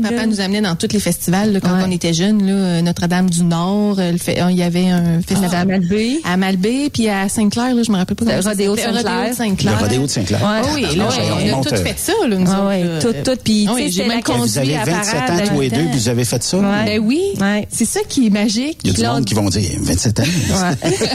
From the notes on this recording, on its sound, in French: En direct du Centre du camion Paré Volvo de Québec